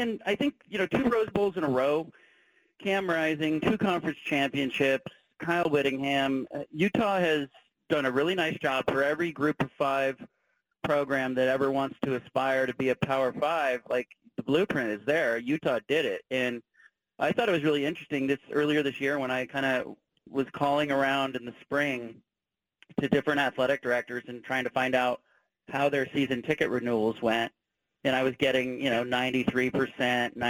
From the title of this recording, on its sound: Call-In from Salt Lake City